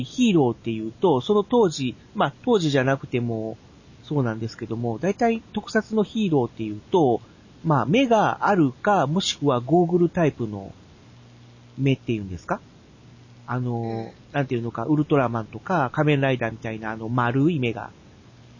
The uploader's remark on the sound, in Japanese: 今回は、収録した音声を編集し、仮BGMを付けるという作業をしてみました。もう少し音質を上げたかったんですが、Seesaaブログは最大２５Mまでしかデータをアップ出来ないみたいで、結局音質を落とさざるを得ませんでした。